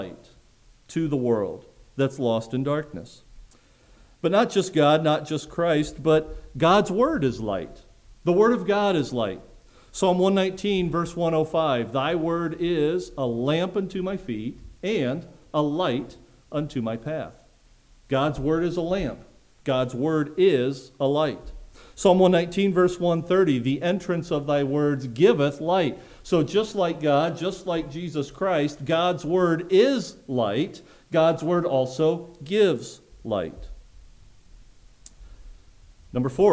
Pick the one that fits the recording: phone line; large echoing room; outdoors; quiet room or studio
large echoing room